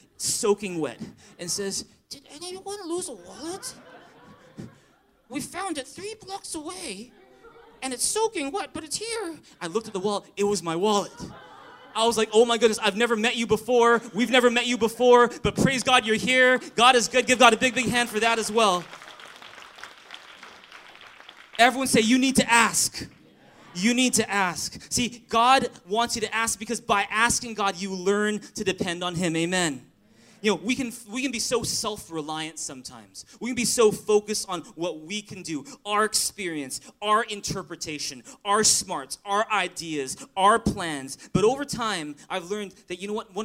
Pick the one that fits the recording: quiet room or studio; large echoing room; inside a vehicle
large echoing room